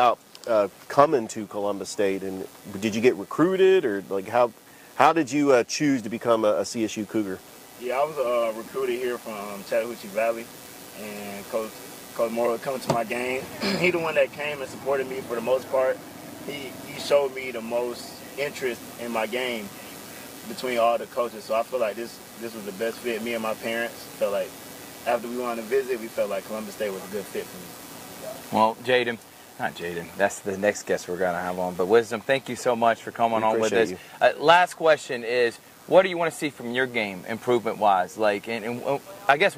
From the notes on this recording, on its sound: Exclusive coverage live at Bull Creek Golf Course in Midland, GA for the CSU Basketball Golf Tournament.